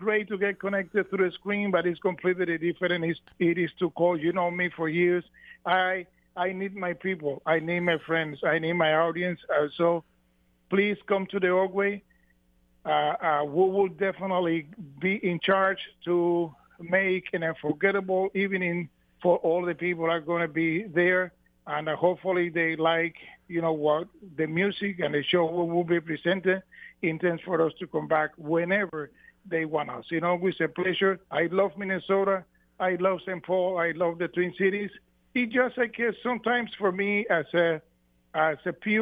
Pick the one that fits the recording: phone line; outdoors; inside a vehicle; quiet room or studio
phone line